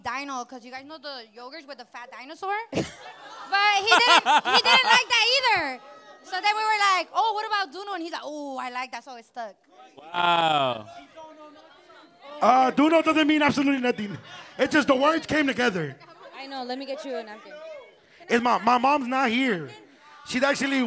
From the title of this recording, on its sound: Pop Up Live Show